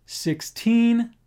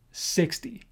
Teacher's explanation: the difference is in the syllable that you stress. 16, second syllable, 60, first syllable.